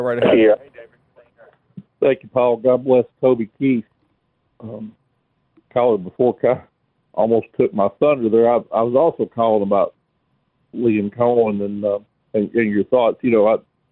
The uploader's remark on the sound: we continue with more of your phone calls